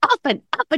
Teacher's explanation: he said often, often, without a T, often, often.